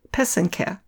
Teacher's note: The accent is on the second syllable. An easy way to remember how to say it is that the first and third syllable rhyme.